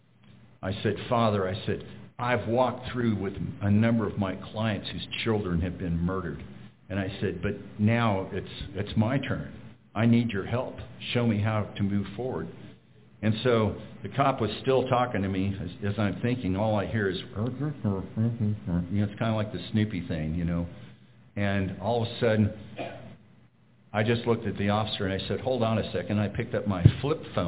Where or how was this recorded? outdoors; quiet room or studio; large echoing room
large echoing room